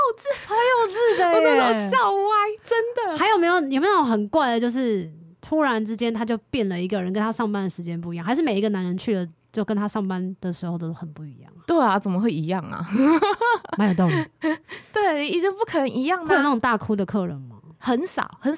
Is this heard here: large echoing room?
no